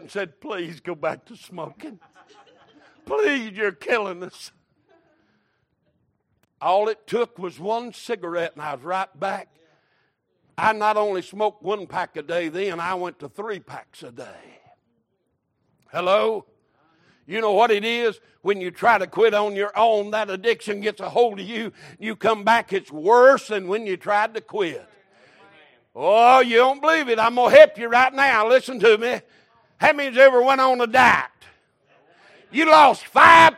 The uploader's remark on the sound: Recorded March 19, 2023 - Sunday Morning Service